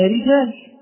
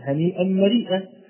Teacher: راء مرققة قولا واحدا، وهي الراء المكسورة